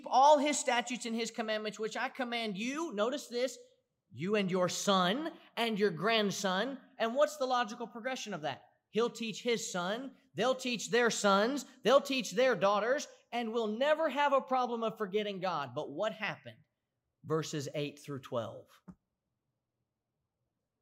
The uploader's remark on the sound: Preached at the Somerville Church of Christ in Somerville, TN on Sunday, August 30, 2018.